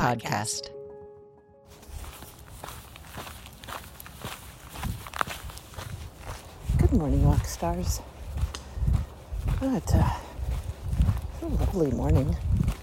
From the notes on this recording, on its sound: we thought we would record our personal thoughts as we walk